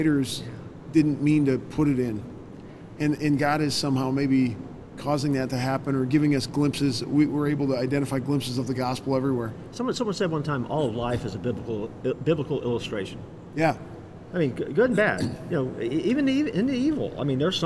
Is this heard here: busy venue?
yes